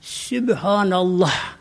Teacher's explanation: Bir de sonunda bunun he vardır, bu çıkması gerekiyor.